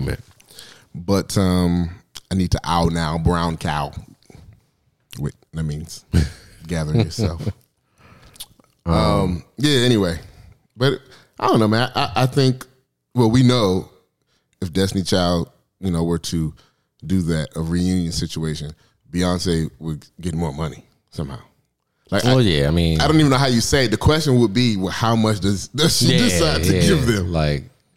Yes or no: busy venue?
no